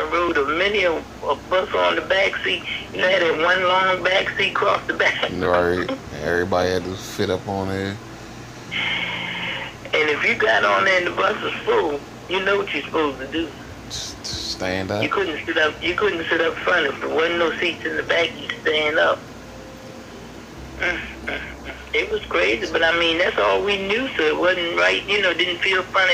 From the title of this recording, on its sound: A phone conversation with my grandma